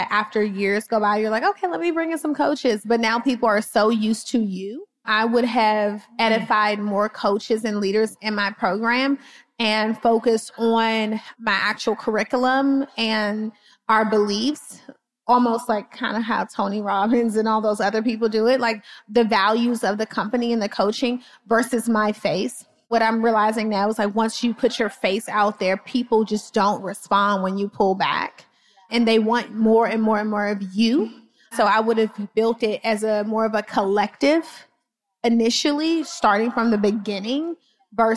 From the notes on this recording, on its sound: Today’s special episode is pulled directly from a live panel from the Powerhouse Women 2023 Event! I had the pleasure of sharing the stage.